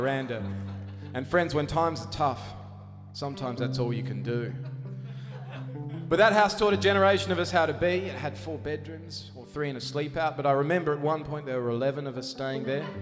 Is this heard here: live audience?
yes